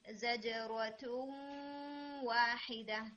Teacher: फिर इसी तरह से आई नंबर 13 में जब हम मर्ज करेंगे नून को वाव के साथ ना, यानी जजरतुम वाहिदा, तो थोड़ा सा गुन्ना और करके हम इसको पढ़ेंगे